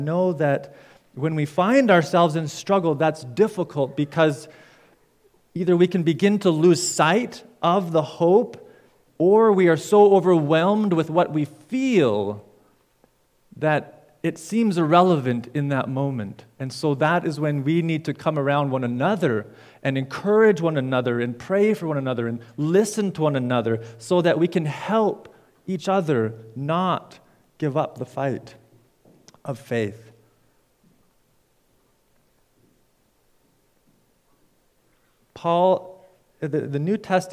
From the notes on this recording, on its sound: preached at Fairview Cornerstone